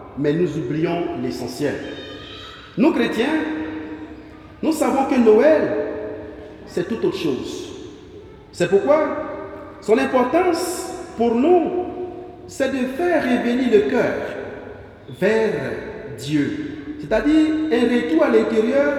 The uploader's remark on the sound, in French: Messe de la nuit de Noël